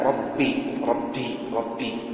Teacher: لابد أن تجهر بها ولا تهمسها، فلا تشبه الفاء